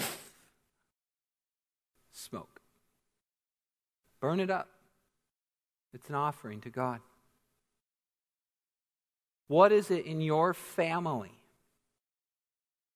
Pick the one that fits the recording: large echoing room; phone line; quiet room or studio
large echoing room